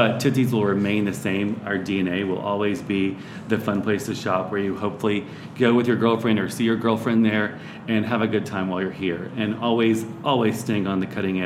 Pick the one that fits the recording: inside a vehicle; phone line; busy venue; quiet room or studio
busy venue